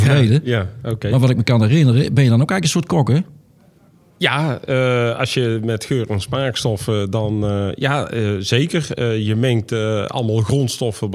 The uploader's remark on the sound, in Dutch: We zitten op dit moment in een ingerichte studio op de open dag van de School voor Procestechniek op het ROC TILBURG. We hebben op de open dag verschillende afleveringen opgenomen.